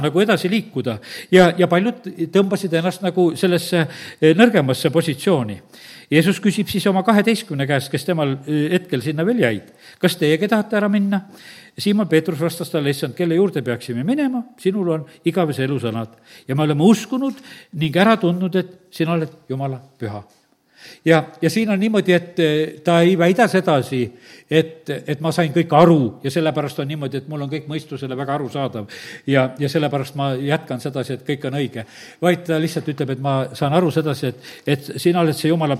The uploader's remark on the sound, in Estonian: Audio salvestus koosolekult